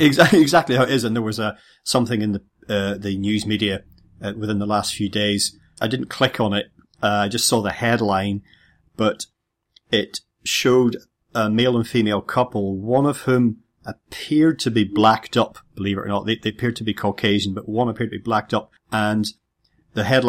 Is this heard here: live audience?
no